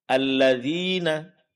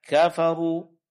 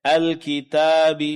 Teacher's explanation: yang dipanjangkan dua harakat, dipanjangkan biasa yaitu mad tabii